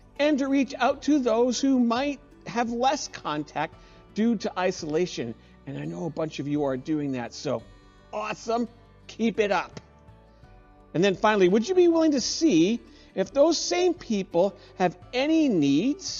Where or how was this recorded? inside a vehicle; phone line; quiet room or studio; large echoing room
large echoing room